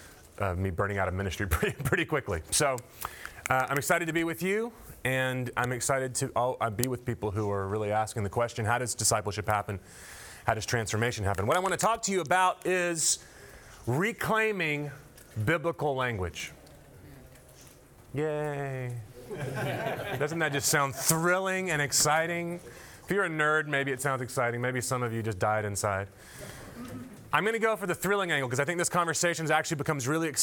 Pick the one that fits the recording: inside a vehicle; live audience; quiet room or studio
live audience